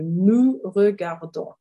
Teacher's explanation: the ending is ons and it's pronounced on. So we've got a silent S again.